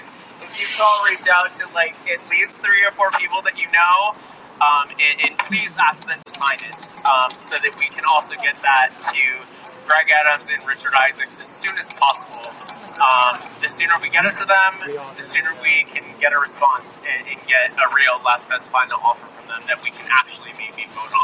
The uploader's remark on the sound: LIVE from NUHW strike in Oakland